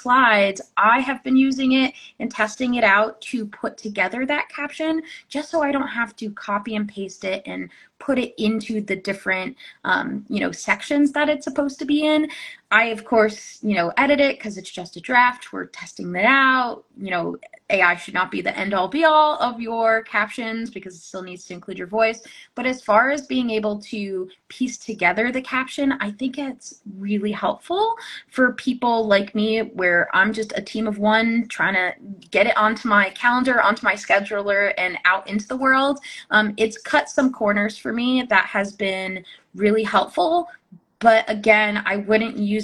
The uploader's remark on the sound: re-airing an Instagram live